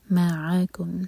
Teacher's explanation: make sure کہ عین حلق سے آئے